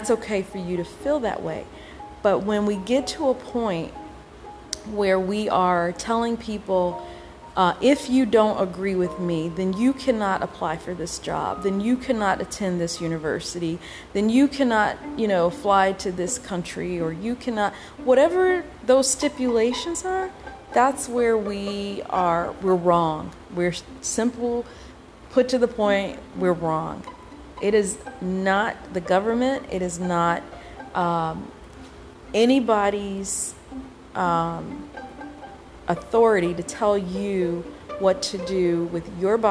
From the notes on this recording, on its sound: My apologies for the static background noise everyone.